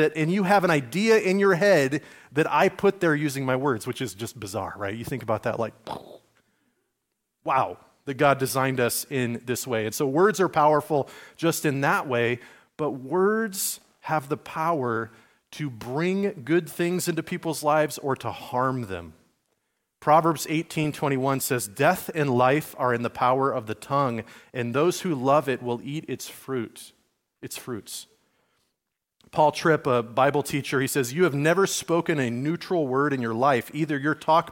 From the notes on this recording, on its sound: Sermon given at Liferoads Church in Spokane, Washington, on Sunday, February 4, 2024.